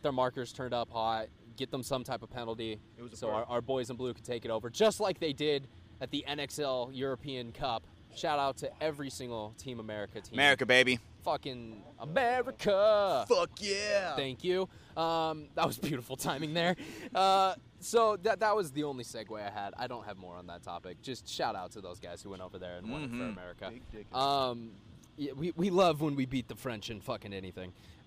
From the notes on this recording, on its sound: Hold the first-ever remote location recording, coming to you live from a field In Chicago where the NXL is holding its latest major event, NXL Windy City Major 2023.